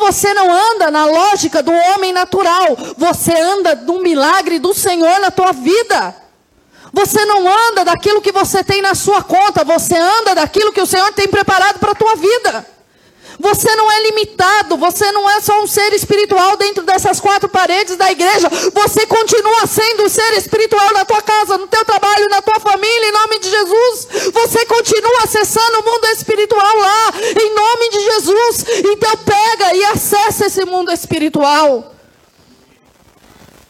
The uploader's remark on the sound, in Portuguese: Culto gravado no dia 20/08/2023, na Igreja Desfrutar do Amor de Deus, em São Paulo.